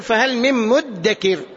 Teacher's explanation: مدكر هي أصلها كما قلت بالأمس مذكر، فأدغمت الذال في الدال فصارت مدكر · Term: الإدغام